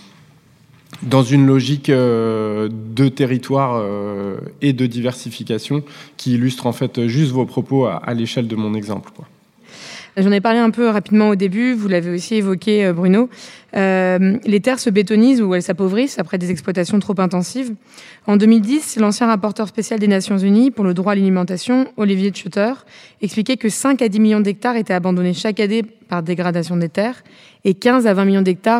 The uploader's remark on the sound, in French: Enregistrée en public à l’Académie du Climat.